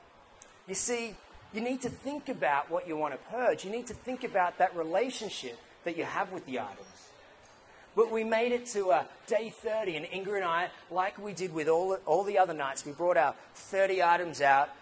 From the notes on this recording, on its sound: Idea Bombing Newcastle Talk. It was exciting to hear so many ideas being passed around the room. There is a bit of background noise as the Edwards was quite full.